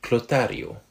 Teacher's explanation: So there's a hard T in the middle because Latin doesn't have a th sound